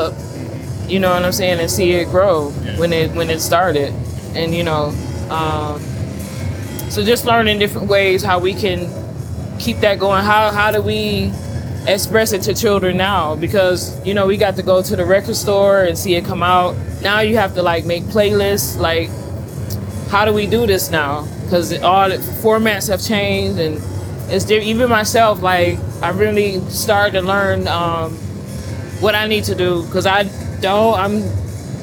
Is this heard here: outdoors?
yes